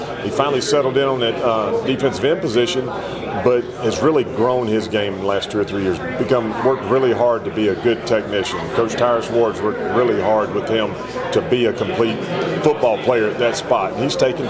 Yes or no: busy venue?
yes